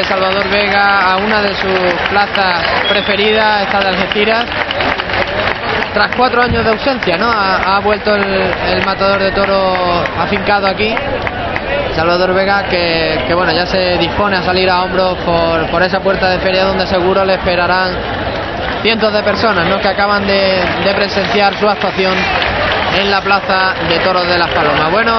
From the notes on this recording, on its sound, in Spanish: Retransmisión en directo de la primera corrida de la Feria Taurina 2011